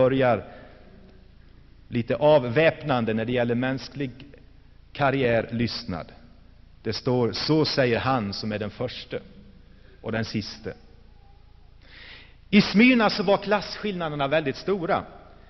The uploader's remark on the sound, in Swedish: Inspelad i Saronkyrkan, Gšteborg.